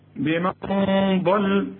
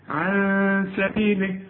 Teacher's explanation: النون بعد السين، السين رفيعة، الغنة كمان بتاعتها رفيعة · Shown in: second take